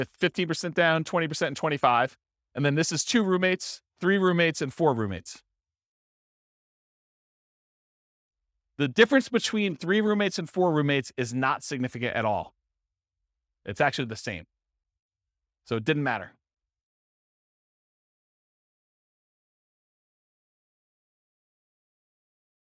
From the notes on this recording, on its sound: This was a live class recorded